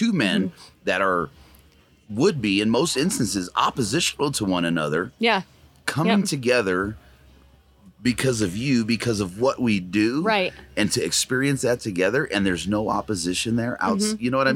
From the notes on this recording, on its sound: Live from Mountain Archery Fest